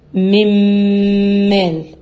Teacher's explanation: النون دخلت في الميم تماما لكن بقي حاجة من شخصية النون اللي هي ايه؟ الغنة